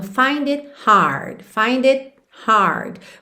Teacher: Você não ouve esse T do it